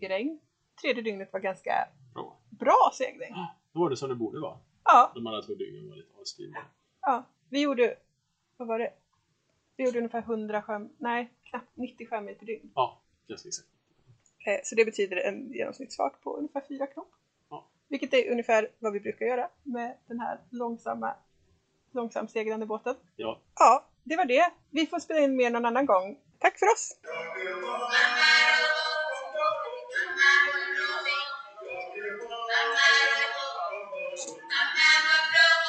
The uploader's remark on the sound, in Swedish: Om ni trodde ljudkvaliten inte kunde bli sämre så hade ni fel, vi ber om ursäkt för det.